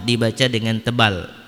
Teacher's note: Kemudian yang terakhir adalah huruf ro-nya dibaca tebal, ya roh. Ya roh dibaca dengan tebal, dibaca dengan tafhim karena berharokat fathah